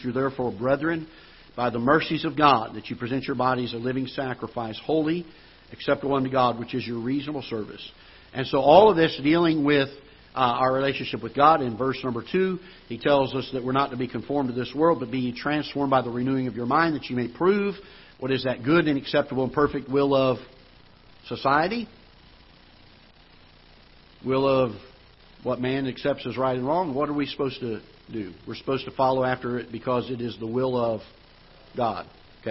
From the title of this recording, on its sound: Ketha Heights Baptist Church ~ Live Broadcast